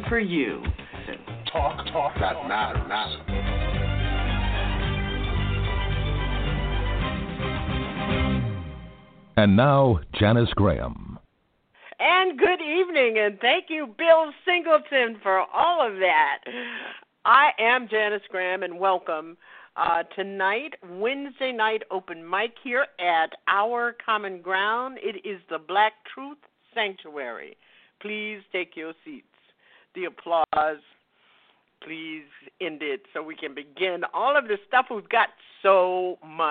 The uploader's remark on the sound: listeners who "call-in" via telephone